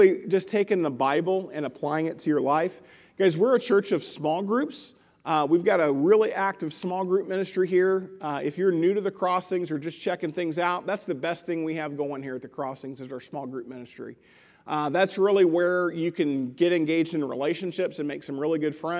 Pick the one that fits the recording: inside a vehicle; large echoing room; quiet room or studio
large echoing room